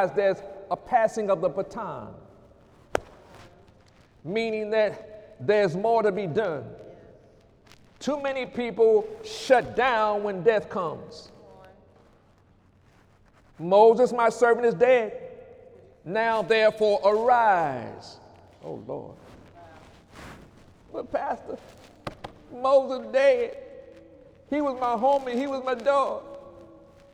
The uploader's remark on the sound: During Sunday morning service on January 6, 2018